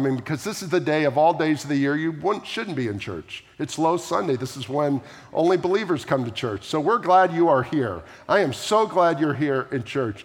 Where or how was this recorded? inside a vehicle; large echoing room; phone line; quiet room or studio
large echoing room